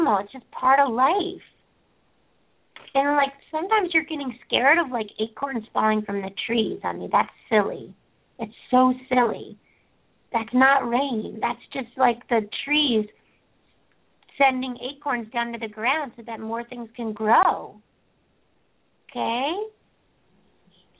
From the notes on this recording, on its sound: open up the lines for listeners to call